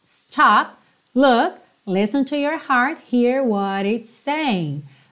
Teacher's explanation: Saying, você não pronuncia o G final.